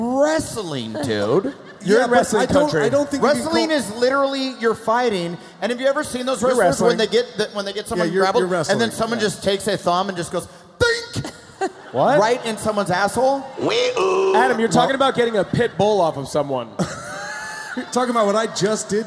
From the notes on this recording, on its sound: Live From Kansas City!